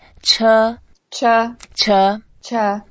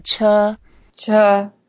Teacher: It's the first tone, so we keep it flat. Okay. And we can make it slightly longer.